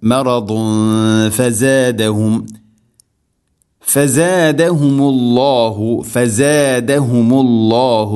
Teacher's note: തൻവീന് ശേഷം ഫ തൻവീനിനെ അവ്യക്തമാക്കി മണിക്കണം. ഇഖ്ഫാം ബിഗുന്ന.